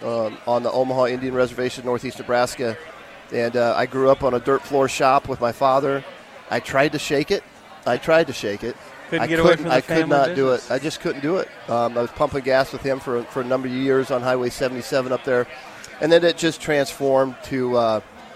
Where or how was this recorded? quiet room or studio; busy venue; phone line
busy venue